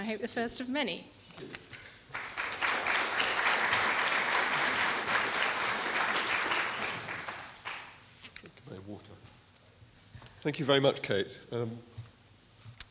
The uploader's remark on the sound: Hosted by Media Space at the Science Museum and organised in collaboration with the University of Westminster, this recording of the Fiction and Photography Symposium.